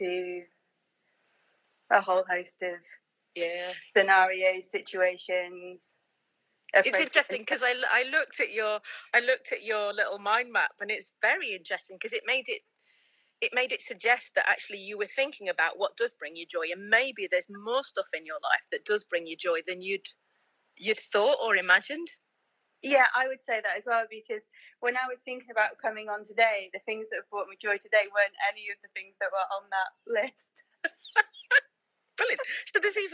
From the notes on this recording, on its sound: In this episode I break the podcast recording rules with an OUTDOOR chat. Where we are also joined by her lovely dog Beau.